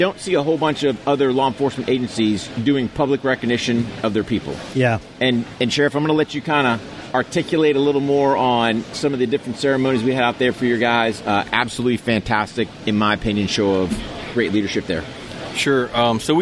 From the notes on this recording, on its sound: Live from the Muscatatuck Urban Training Center for the ATK9 Training Conference.